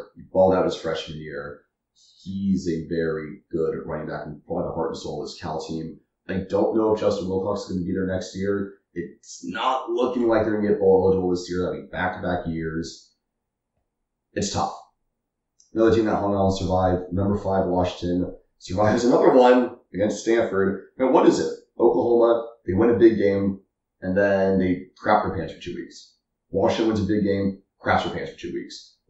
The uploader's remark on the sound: To film the first in-person pod of the year! Sorry for the audio quality, the apartment isn't exactly built for acoustics.